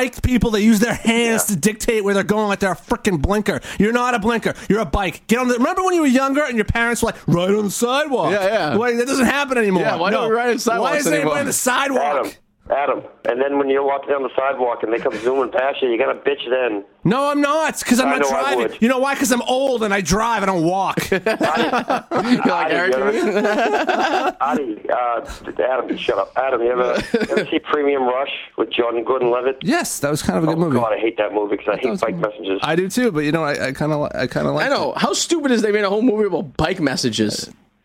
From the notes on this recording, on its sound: Live in Studio. Via the phone. Is stuck in his parents basement and can't leave.